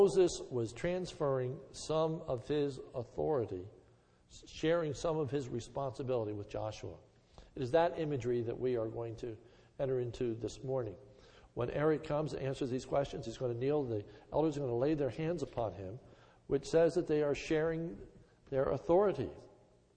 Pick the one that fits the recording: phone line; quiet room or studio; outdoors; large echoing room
large echoing room